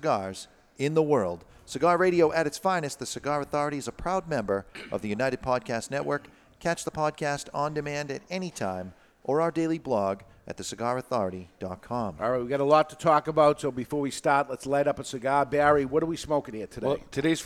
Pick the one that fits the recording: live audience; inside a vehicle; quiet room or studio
live audience